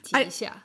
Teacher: I mean, maybe I actually say it that way because I have a certain accent when I speak Chinese, but it would sound much better if I raise the 一